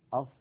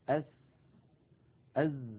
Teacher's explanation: نلاحظ على اللوحة التي على اليمين شكل اللسان عند نطقنا بالصاد وهي حرف مفخم، ولاحظوا بأن مؤخرة اللسان مستعلية بخلاف الصورة التي في يسار اللوحة التي تبين مخرج السين والزاي، ونلاحظ بأن مؤخرة اللسان غير مستعلية لأن السين والزاي حرفان منفتحان ومستفيلان · Shown in: second take · المنطقة الزرقاء اللون من اللسان الغامقة تمثل المنطقة التي يقرع فيها رأس اللسان ومنتهى طرفه، منطقة الأسنان السفلى، ولا شك أن للأسنان العليا مشاركة في إخراج الصوت بدون تلامس يعني لا يلامس اللسان الأسنان العليا.